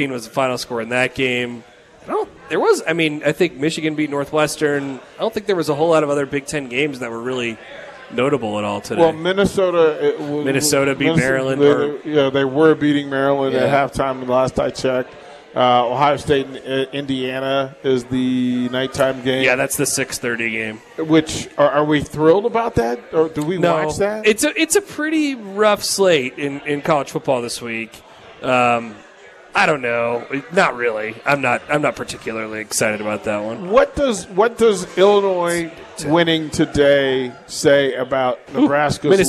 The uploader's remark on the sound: Live from Upside Bar and Lounge (27th & Pine Lake)